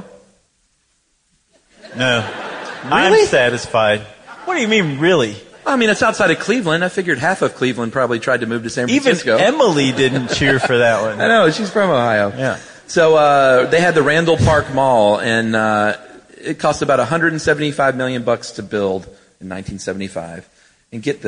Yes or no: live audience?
yes